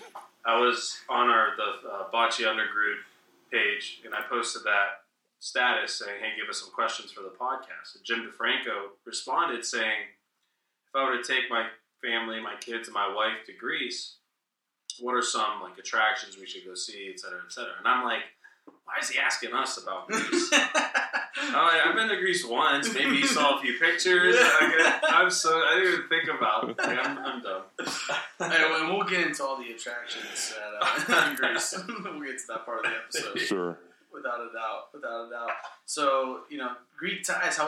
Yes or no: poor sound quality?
yes